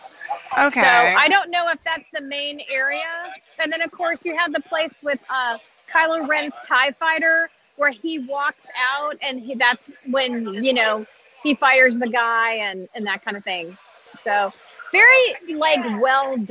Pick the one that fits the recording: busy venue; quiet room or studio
busy venue